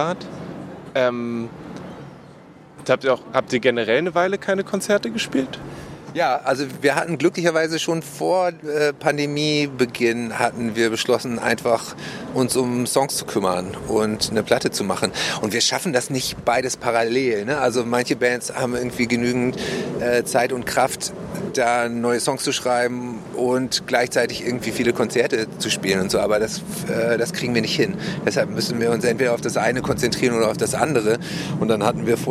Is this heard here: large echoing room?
no